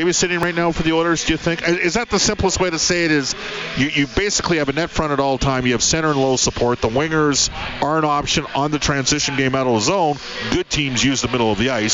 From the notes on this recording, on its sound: live from Clare Drake Arena